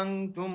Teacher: تخفى في التاء، تخفى مع الغنة بمقدار حركتين